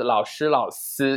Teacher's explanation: we don't really make an effort to make this distinction between zhi chi shi and zi chi si